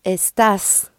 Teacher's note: And to say you are, again, you start by getting the stem est, E-S-T, and this time you add an A-S, and the A takes an accent, estás, estás. Right, with the accent on the second syllable